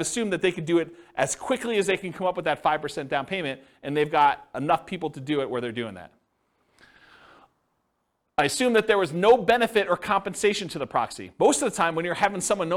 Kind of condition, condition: setting, live audience